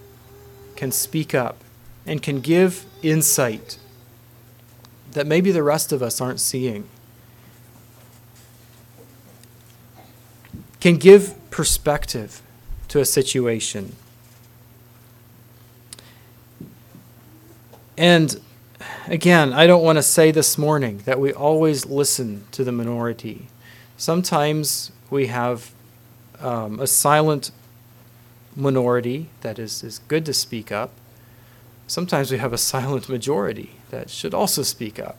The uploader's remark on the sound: Message preached at Word Of Hope Mennonite Church